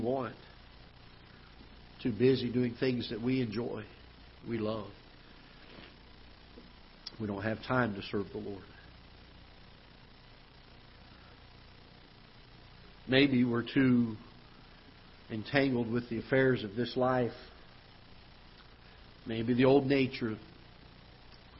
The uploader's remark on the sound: Ketha Heights Baptist Church ~ Live Broadcast.